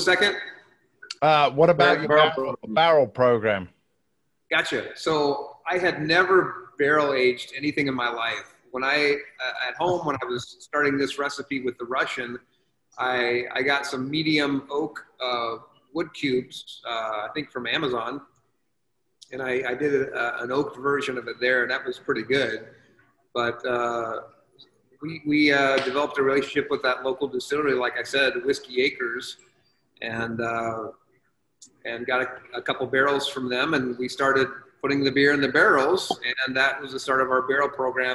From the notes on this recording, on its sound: on a Zoom call